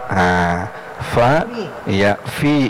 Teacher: huruf fa itu tidak boleh bibirnya rapat karena dia keluar angin begitu dibaca fa. Nah, fa iya fi jadinya fiha.